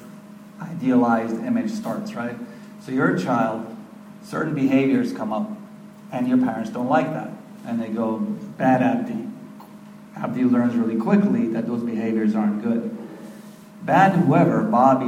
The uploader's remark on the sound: This lecture and Q&A session was recorded on February 18, 2013, at Norma Kamali's Wellness Cafe in NYC.